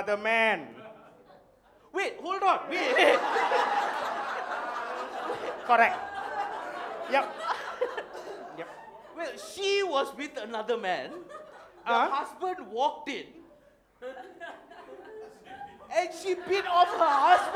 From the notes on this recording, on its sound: For the first time ever in Malaysia, it's the live show of The Macha Men!